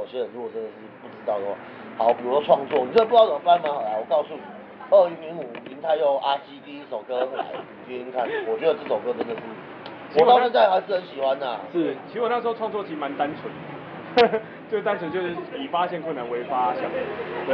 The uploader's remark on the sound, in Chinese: 錄音地點：台南 牽咖啡 Chen Coffee